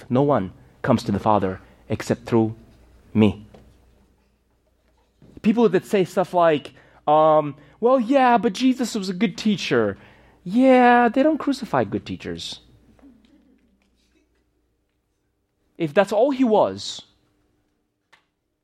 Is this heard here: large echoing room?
yes